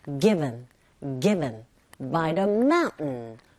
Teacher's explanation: 첫 번째 에이 부분에 강세 정확하게 주시고, 깊은 할때 윗입술과 아랫입술이 붙었다 떨어지는 게 아니라 V 사운드인지라 살짝 긁어주셔야 되겠죠